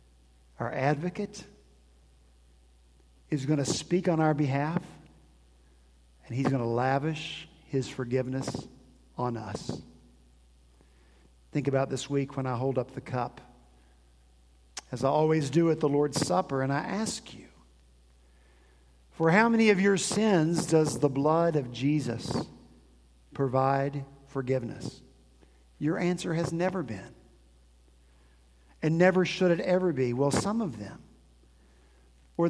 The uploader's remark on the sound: At Redeemer Presbyterian Church in Charleston, SC